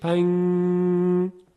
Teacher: ببینید پنگ پنگ، حالا همین رو یکم بکشید، پنگ، در حقیقت این اخفاه، یعنی نه زبان رو میزنیم به مخرج نون که اظهار کنیم و نه ادغام میکنیم، حالت میانه داره و غنش یه مقداری طول میکشه، صدای نون به شکل غنه طول میکشه